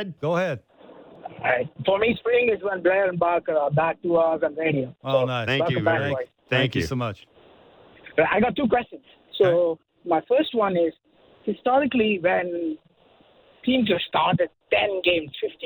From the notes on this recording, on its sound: The guys open up the phone lines throughout the show for fans